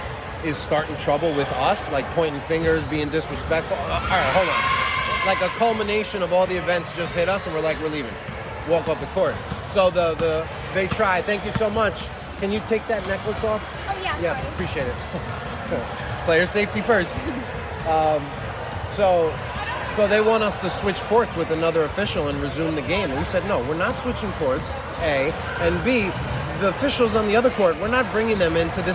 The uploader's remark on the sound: LIVE FROM: House of Sports. Featuring instant on-court reactions from the officials.